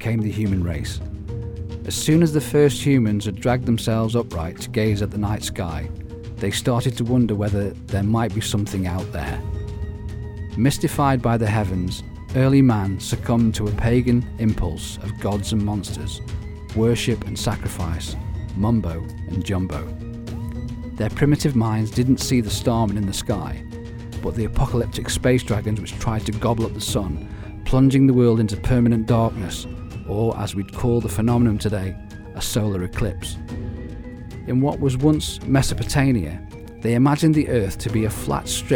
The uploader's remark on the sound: We apologise in advance for how windy it was for the interviews in the park. Sadly, the wind decided to blow just as.